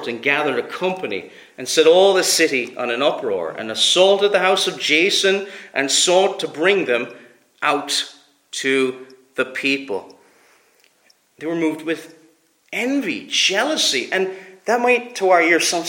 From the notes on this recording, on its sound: Preached at Bailiesmills Reformed Presbyterian Church